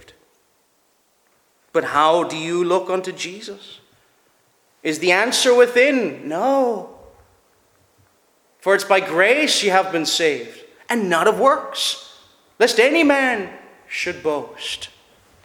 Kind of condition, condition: setting, large echoing room